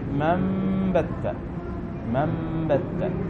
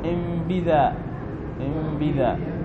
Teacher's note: وهذا معنى قوله: وقبل يقلب ميما، أي اقلب حرف النون ميما إذا كان النون مسكنا قبل باء · Term: الإقلاب